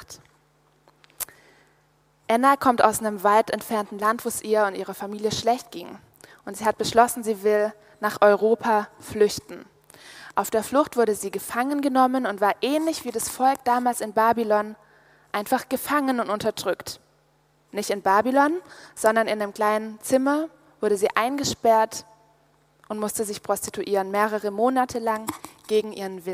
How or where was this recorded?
live audience